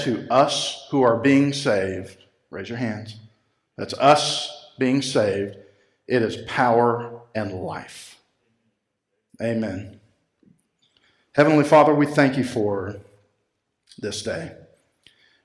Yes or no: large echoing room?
yes